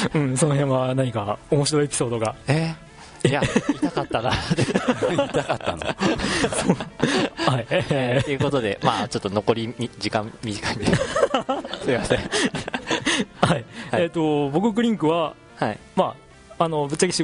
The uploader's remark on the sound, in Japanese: 2012年3月24日(土)に行われましたイベントの模様をお送りします。今回は下記出演者が実際に大分県に集まり、公開収録という形でお客さんを呼んでフリートークを行いました。